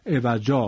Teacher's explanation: اگر ملاحظه فرموده باشید و دقت کرده باشید، در سکت هم ما عوجن رو عوجا خوندیم. پس به این ترتیب تنوین عوجن در هنگام سکت هم به الف ابدال می شود.